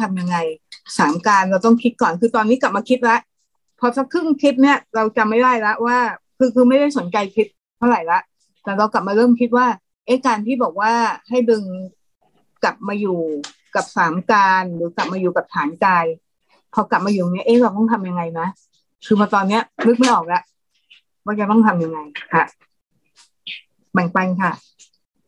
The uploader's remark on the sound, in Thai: เป็น 1 ใน 3 คอร์สออนไลน์ (ผ่านโปรแกรม Zoom)